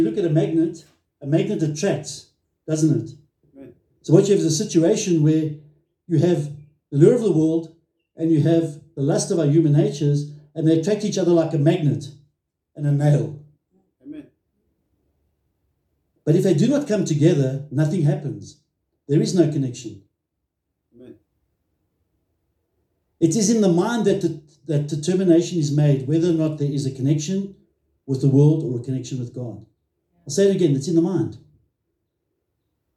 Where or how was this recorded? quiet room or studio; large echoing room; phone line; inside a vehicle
large echoing room